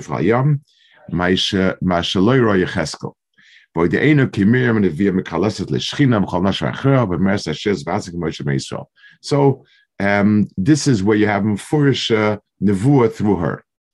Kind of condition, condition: link, video call